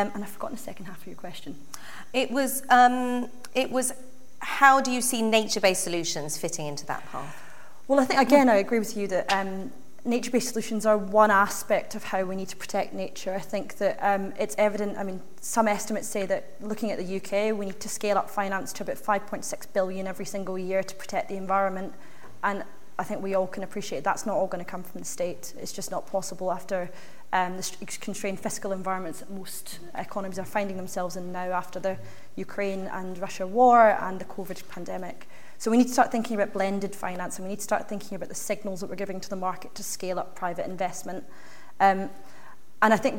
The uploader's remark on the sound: On this live podcast recording of Talking Cop.